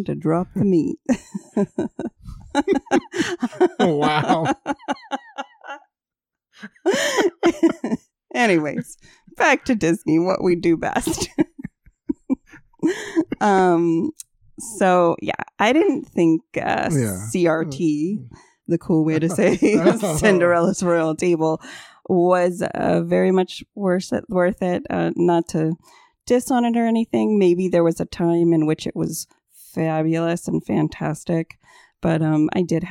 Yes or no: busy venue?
no